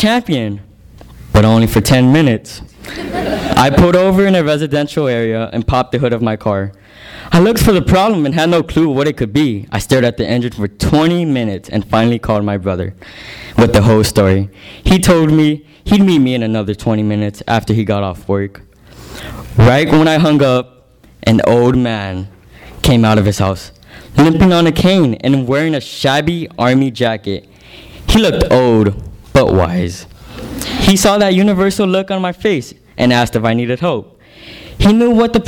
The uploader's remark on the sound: THIS EVENT WAS RECORDED LIVE AT SKYLIGHT BOOKS JUNE 23, 2010.